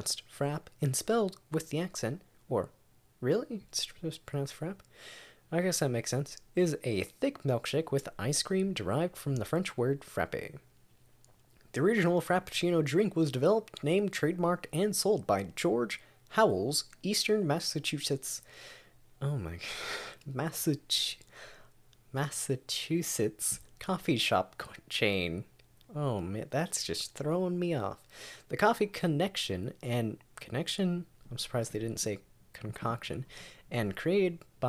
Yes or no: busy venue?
no